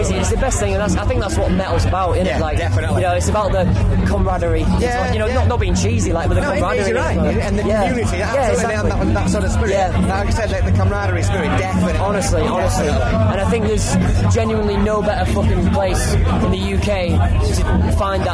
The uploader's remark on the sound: At this years Bloodstock Festival 2018. They rocked it on the Jagermeister stage!